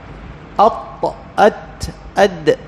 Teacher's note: فالدال والطاء والتاء تخرج من طرف اللسان مع أصول الثنايا العليا، أي من الداخل، من الداخل مع أصول الثنايا العليا.